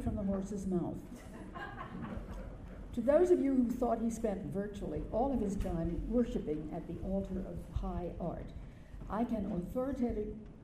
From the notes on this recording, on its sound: Delivered remarks at the memorial reception. The reception took place on May 9, 2012 at the Century Club in New York.